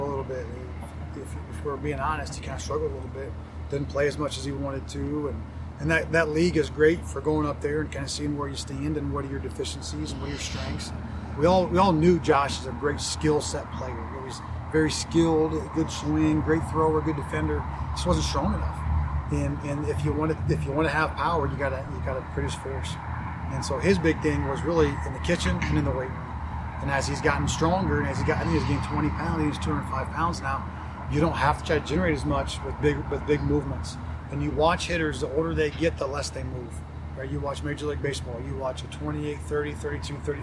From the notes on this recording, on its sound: Met with the media following the Hoosiers' 12-6 win over the RedHawks.